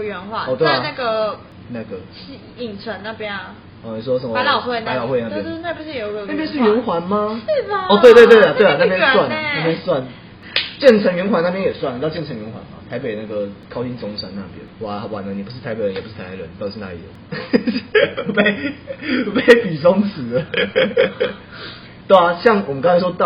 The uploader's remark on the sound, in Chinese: 因為錄音地點附近是校園所以會有鐘聲。因為是頻道草創時期，所以有雜音或是音質上的問題還請大家見諒，我們已經入手麥克風設備。